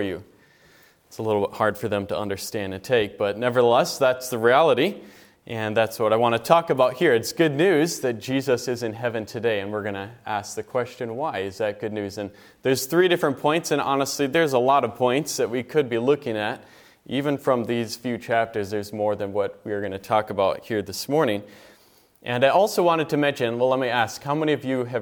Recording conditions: large echoing room